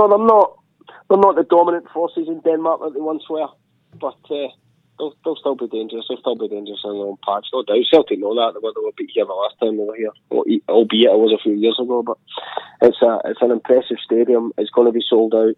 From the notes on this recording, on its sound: on the phone from Copenhagen